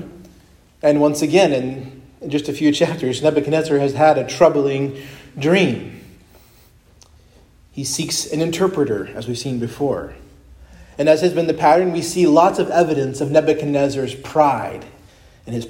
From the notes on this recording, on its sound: preached at Christ Our Savior Baptist Church